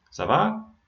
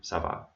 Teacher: And they usually answer, ça va, just with a downward intonation to say that it's a sentence · Shown in: second take